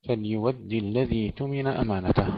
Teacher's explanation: قرأها بإبدال فليود بإبدال الهمزة واوا ورش وأبو جعفر